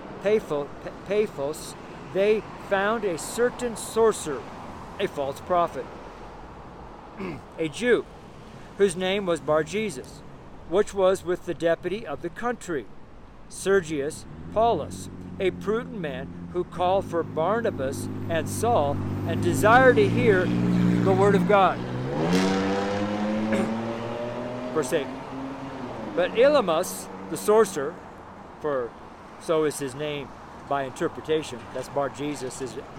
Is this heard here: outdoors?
yes